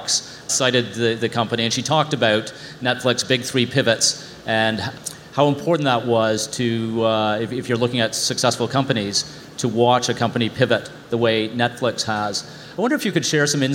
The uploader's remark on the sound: This episode is live from the C2 conference in Montreal.